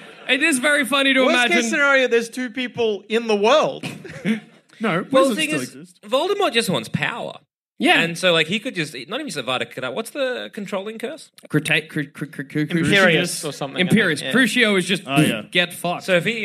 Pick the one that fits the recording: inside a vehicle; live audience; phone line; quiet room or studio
live audience